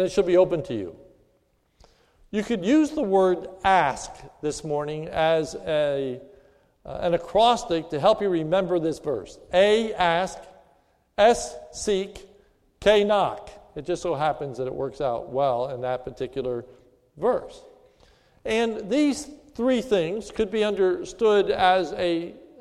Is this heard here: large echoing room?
yes